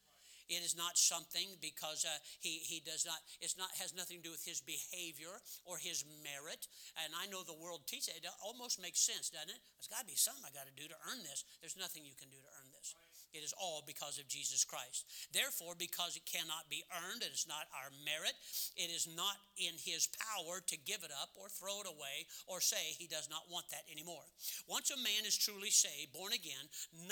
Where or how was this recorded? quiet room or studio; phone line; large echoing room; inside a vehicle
large echoing room